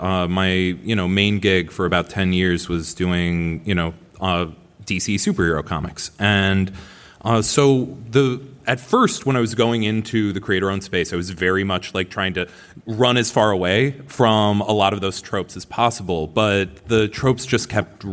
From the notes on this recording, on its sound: Recorded at San Diego Comic Con, July 2023.